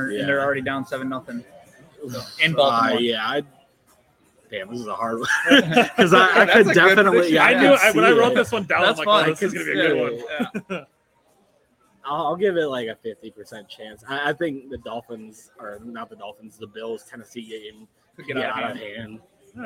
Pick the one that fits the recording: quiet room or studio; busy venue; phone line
busy venue